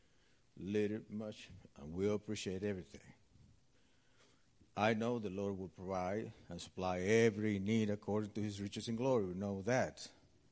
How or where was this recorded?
large echoing room